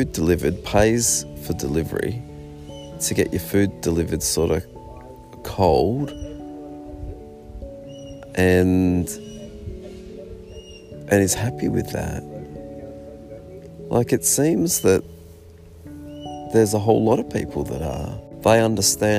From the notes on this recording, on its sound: Coming at you from my Australian Geographic camping hammock, somewhere along the Great Ocean Rd